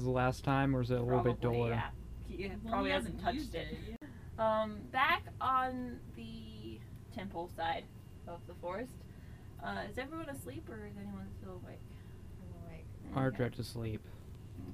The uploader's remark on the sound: The audio on this episode is not great. It's very quiet, then obscenely loud.